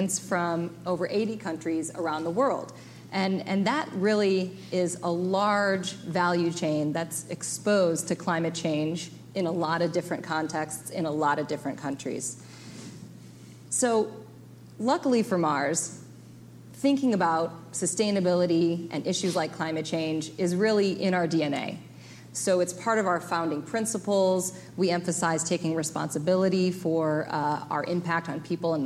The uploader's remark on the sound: Climate One at Duke University. Portions of this program were recorded live at Duke University in Durham, NC. At the Commonwealth Club of California in San Francisco.